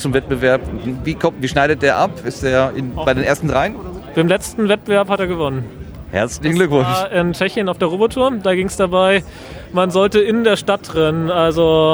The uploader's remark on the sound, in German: RMN033 #32C3 Rundgang. Treppauf, treppab.